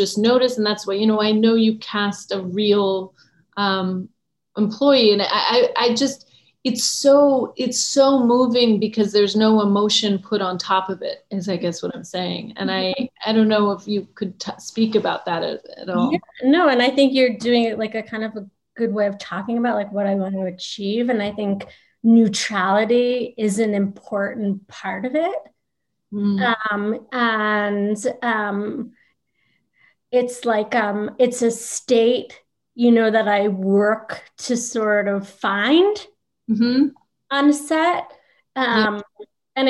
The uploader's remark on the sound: virtual Q&A